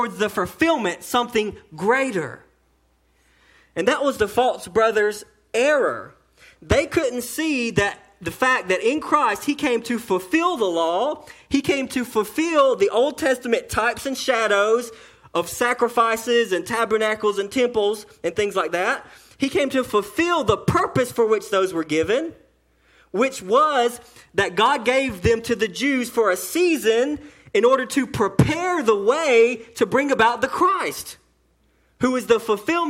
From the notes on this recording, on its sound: sermon delivered to Cottondale Baptist Church in Eastman, GA